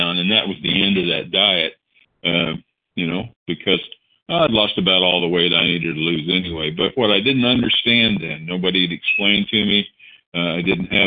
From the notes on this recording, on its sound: the 100 Pounders Phone Meeting, 7/15/23